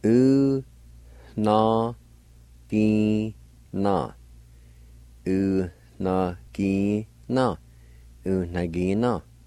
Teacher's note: right at the very beginning of the word, between the U and the N, there's a faint H sound.